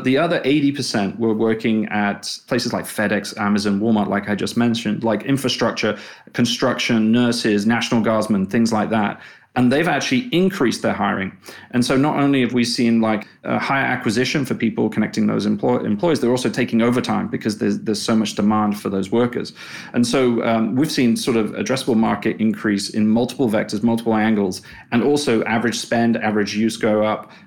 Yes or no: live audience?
no